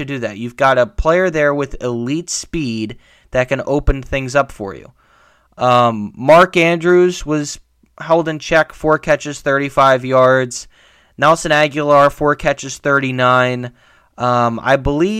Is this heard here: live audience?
no